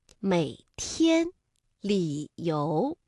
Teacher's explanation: 我们这 V 字不能完全降下去了，而是降到一半就可以了